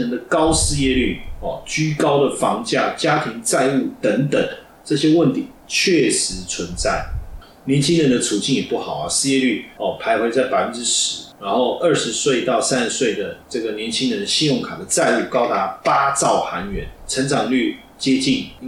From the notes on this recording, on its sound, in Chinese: 本集錄製設備故障聲音品質不佳再請見諒